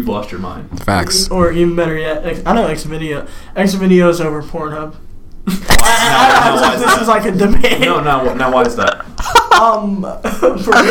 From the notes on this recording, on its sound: Sorry about the slight echo issue, I will work to resolve that.